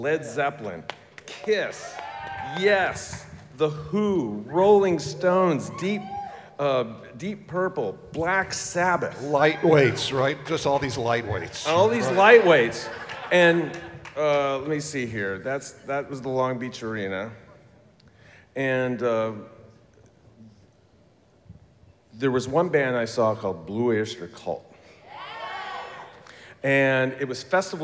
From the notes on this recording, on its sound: Live from Midsummer Scream 2022. This was a 90-minute presentation featuring talented musicians.